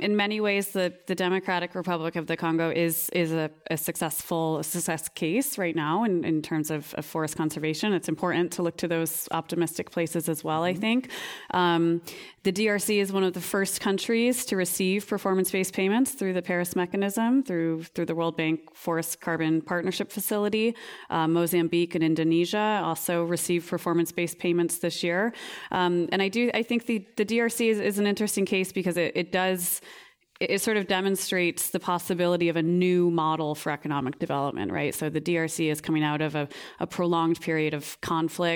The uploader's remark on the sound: This program was recorded in front of a live audience at The Commonwealth Club of California in San Francisco on September 24, 2019.